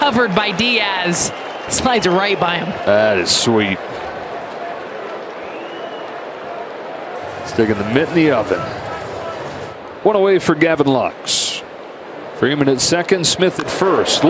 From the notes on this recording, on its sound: Live from #CoorsField